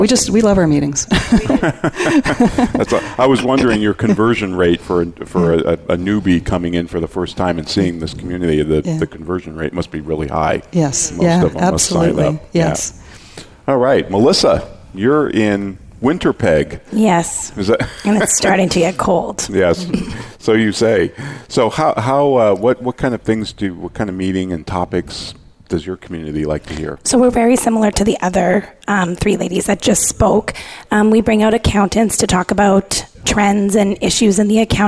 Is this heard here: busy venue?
yes